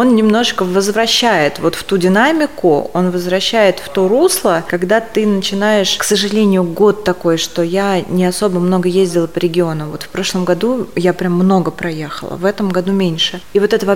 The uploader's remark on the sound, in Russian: Записанный на Chefs Team Fest. Москва.